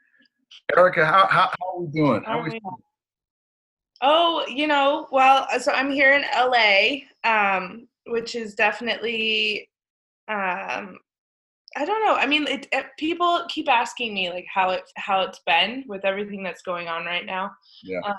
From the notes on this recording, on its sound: This episode we Zoom-ed up.